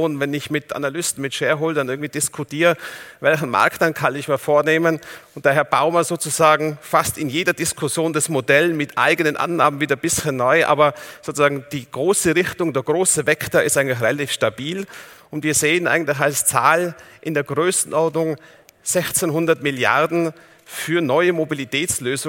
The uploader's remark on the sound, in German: In seinem Vortrag beim auto motor und sport Kongress 2019